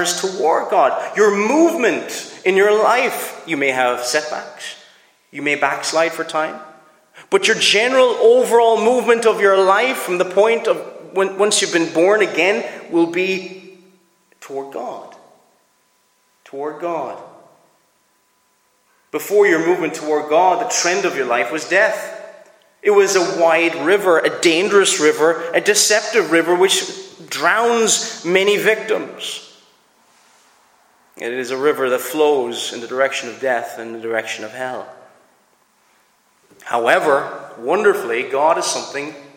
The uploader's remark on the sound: Preached at Loughbrickland Reformed Presbyterian Church